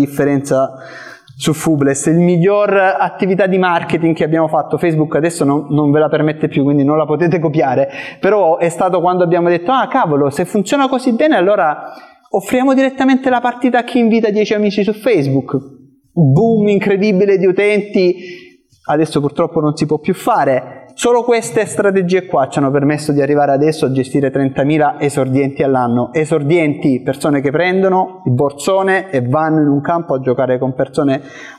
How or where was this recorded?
live audience